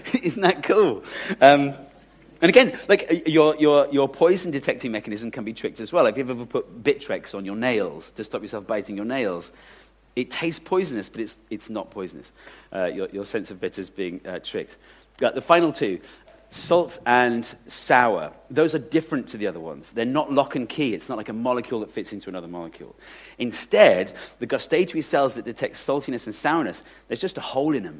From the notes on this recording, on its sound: the final installment of their live shows, performed at London’s Bloomsbury Theatre